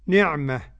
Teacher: عندما نقف للإمام الكسائي على واذكروا نعمة نقف بالهاء